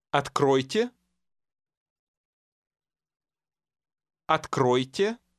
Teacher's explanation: The combination of letters following the Russian R will have an oi sound, as in the English word toy.